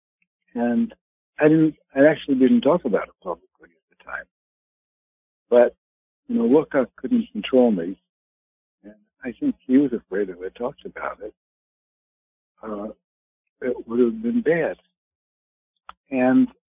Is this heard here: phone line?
yes